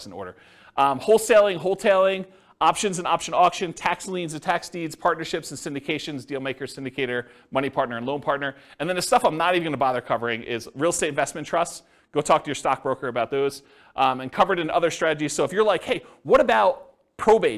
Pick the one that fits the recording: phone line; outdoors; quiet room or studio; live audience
live audience